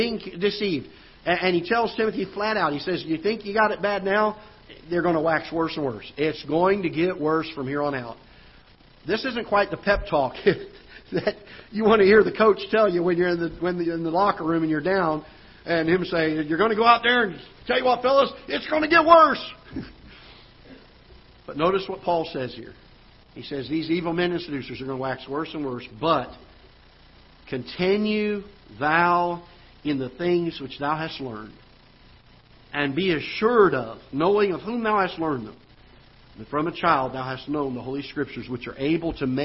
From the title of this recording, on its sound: Ketha Heights Baptist Church ~ Live Broadcast